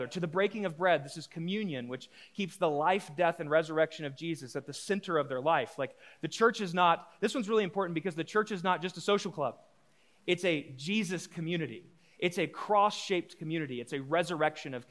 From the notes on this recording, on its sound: A live recorded sermon from the Sunday gathering at The Heights Church Denver on 02/19/23. The following episode is a live recorded sermon from the Sunday gathering at The Heights Church Denver.